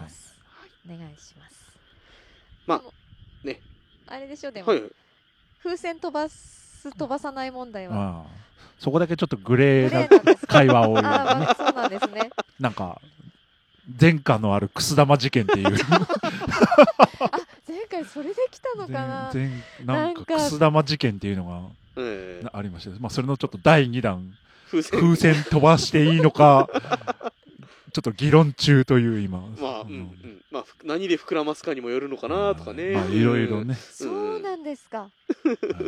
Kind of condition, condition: setting, outdoors